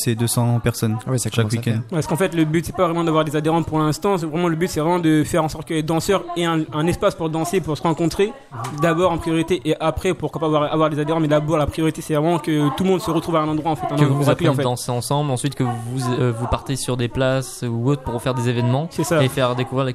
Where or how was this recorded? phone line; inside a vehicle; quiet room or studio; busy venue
busy venue